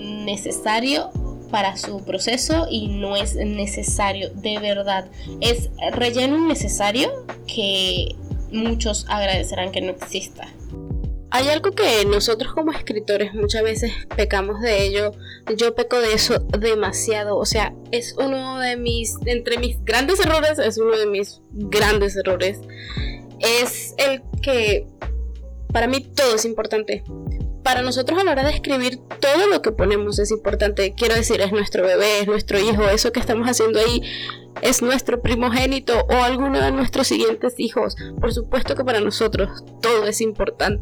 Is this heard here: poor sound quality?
yes